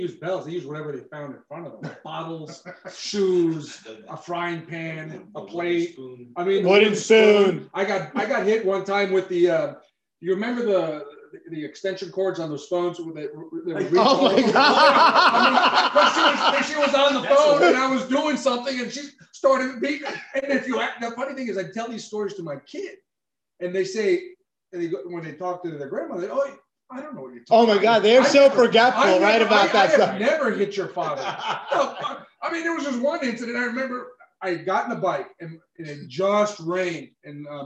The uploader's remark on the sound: Dry Run - Pilot Episode w/bad audio. Sorry about the production had the wrong mic on!